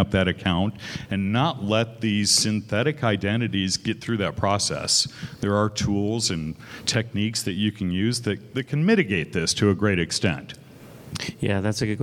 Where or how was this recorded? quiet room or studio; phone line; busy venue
busy venue